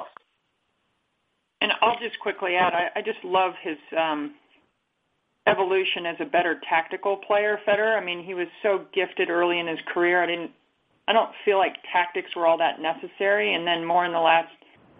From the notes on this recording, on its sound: Wimbledon Conference Call